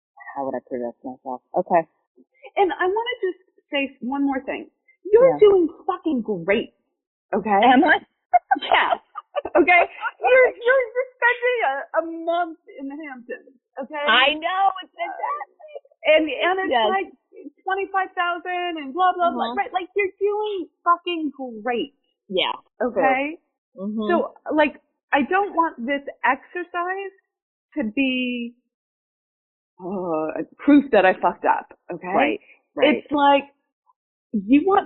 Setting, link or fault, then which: fault, poor sound quality